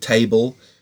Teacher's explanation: the tay is the strong syllable and the bull is the weak syllable